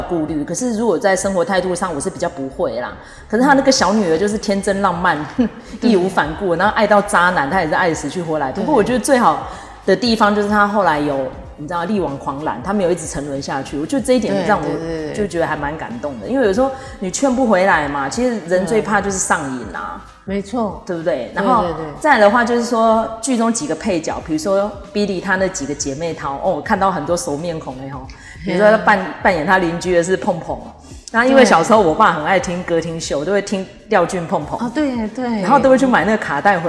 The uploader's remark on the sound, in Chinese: 本次錄音地點是社區健身房(空曠音請包涵)